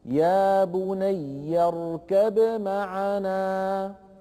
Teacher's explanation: هنا التقى باء وميم، والباء والميم كلاهما من الشفة من بين الشفتين · Term: الإظهار